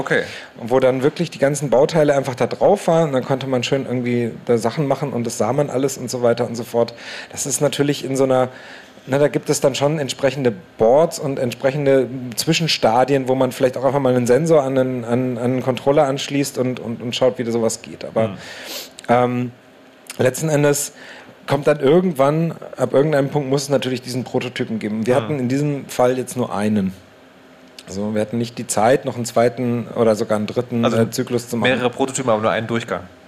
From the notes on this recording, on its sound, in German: Chaos Communication Camp 2019. Es ist wieder Camp und das Chaosradio ist zu Gast, live on tape auf der Three-Headed-Monkey-Stage.